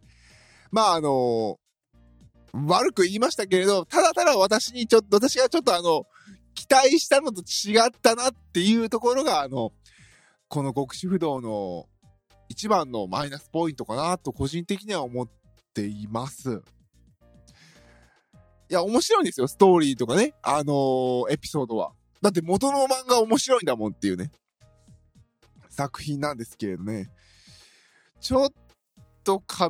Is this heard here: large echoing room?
no